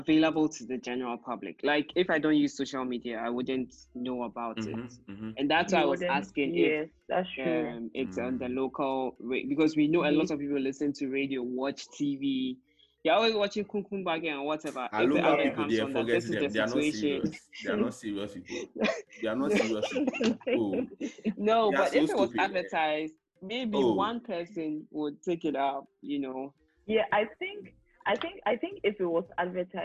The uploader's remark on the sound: With crew still recording remotely.